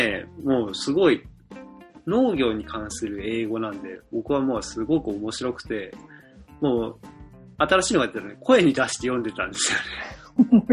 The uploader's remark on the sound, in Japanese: 初遠隔収録！